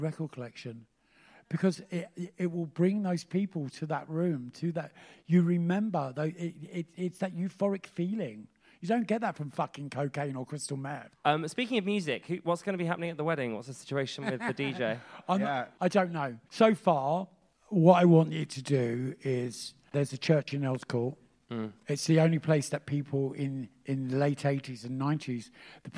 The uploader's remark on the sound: Live at Cheerful Earful Festival Part 2.